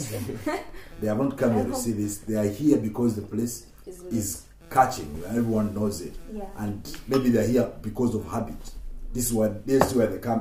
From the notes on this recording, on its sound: This series was recorded with the same equipment I have now but under extremely challenging conditions, I think I had recorder for a day or two and I was still learning how to use it. Excuse all the peaks and tings.